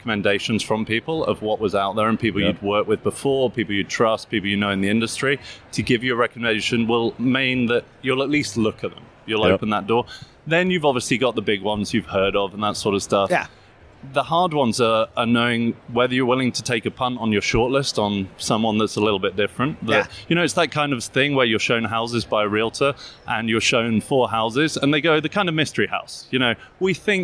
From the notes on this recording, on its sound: Live from UNLEASH America in Las Vegas